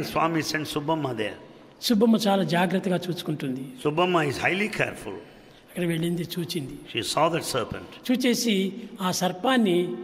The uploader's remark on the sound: Divine Discourse Delivered on 31st August 2002 in Sai Kulwant Hall, Prasanthi Nilayam